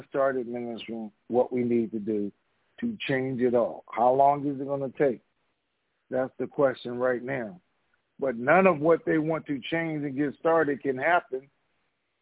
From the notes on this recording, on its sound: Conference Call